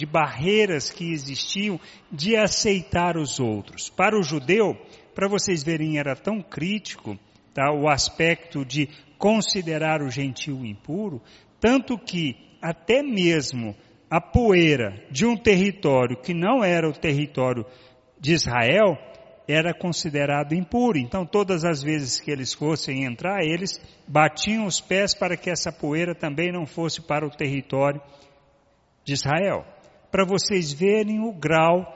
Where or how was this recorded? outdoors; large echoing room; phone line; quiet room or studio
large echoing room